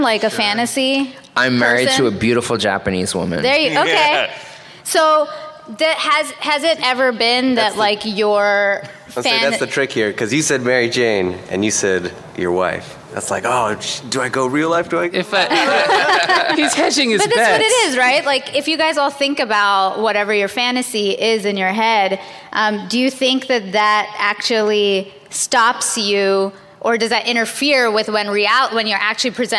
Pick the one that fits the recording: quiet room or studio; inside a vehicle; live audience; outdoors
live audience